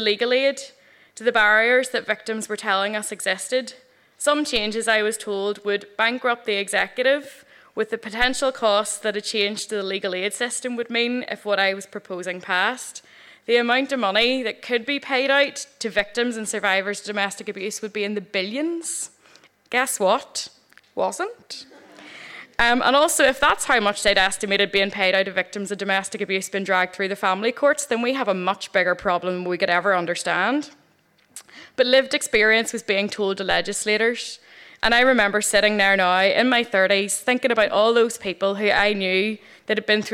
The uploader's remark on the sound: Three wonderful true stories told at the Black Box in Belfast. Tenx9 is a live storytelling event where nine people have up to ten minutes each to tell a true story from their own life on a particular theme.